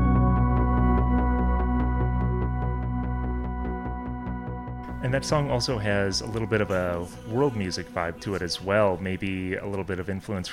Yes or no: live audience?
no